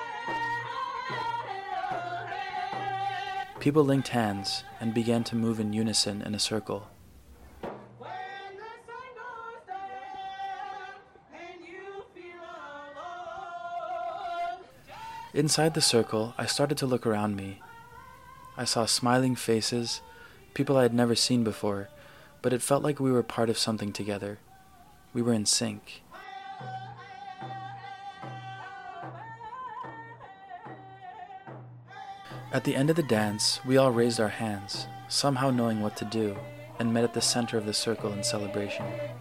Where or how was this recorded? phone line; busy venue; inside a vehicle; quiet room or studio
busy venue